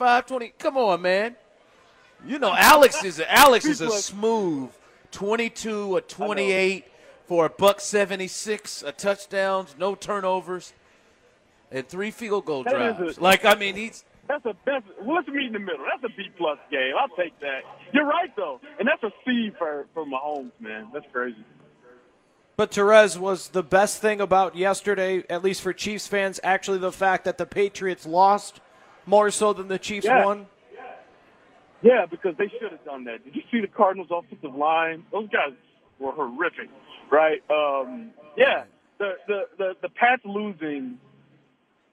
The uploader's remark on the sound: LIVE from Chicken N Pickle in the Northland